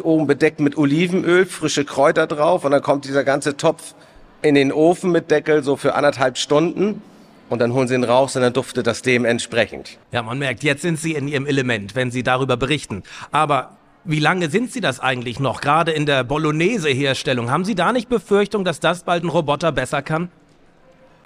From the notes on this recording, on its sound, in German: Live-Talk von der Nord Gastro 2024